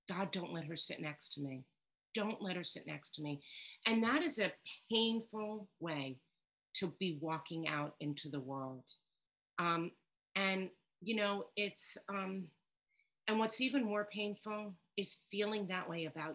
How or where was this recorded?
video call